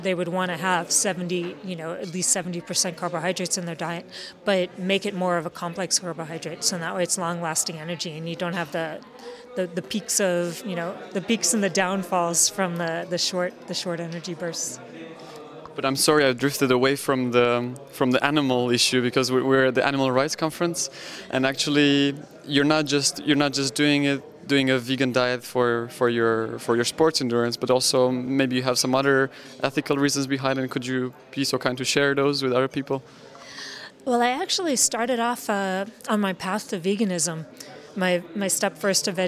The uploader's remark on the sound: The interview was recorded on the 14th of September at the Animal Rights Conference in Luxembourg.